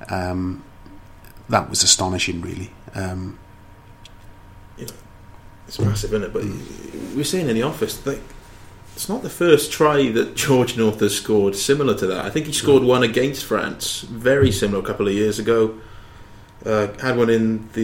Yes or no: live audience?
no